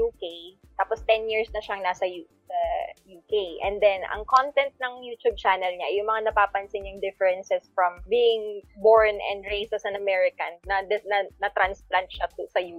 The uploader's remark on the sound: This episode was recorded a few months ago, our third recording since we started this podcast. Obviously, we do not have the proper equipment yet at that time LOL so the quality of the sounds is...so so LOL.